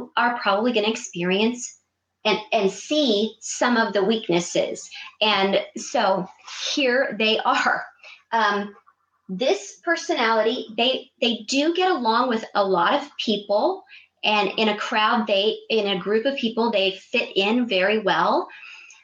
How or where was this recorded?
video call